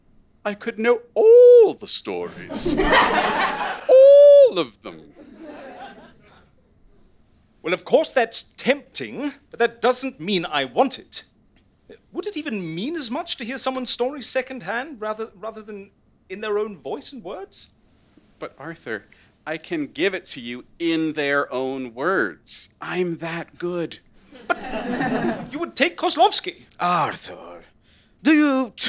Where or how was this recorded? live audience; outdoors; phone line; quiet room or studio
live audience